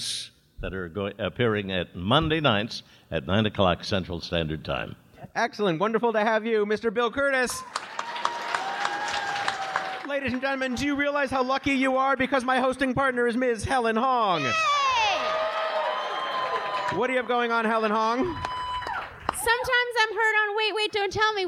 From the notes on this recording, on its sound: The show was recorded at Sleeping Village in Chicago. The show was recorded at Sleeping Village in Chicago.